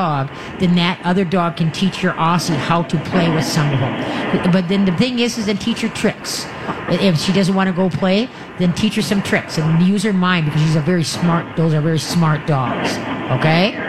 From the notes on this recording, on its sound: LIVE from the Great MN Get Together!